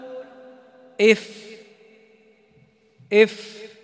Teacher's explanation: لاحظ الهواء يخرج، هذا هو الهمس